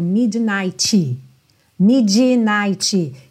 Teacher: a gente tem um D ali no meio, que é uma consoante oclusiva, mid, vem cortar o som do I, Midnight.